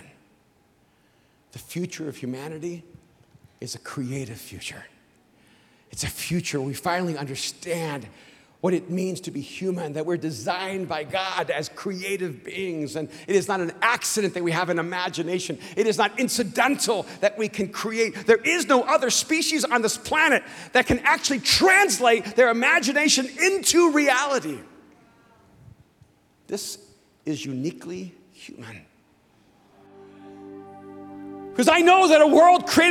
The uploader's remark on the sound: speaks on TBN's Praise at Mosaic Conference